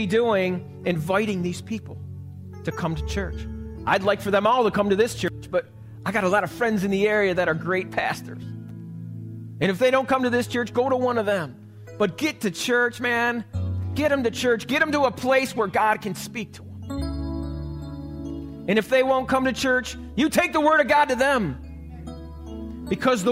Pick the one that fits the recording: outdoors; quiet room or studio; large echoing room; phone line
large echoing room